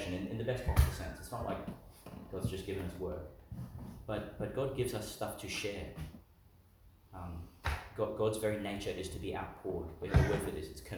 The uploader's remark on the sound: delivered in Our Lady of Mt Carmel, Mt Larcom, Qld.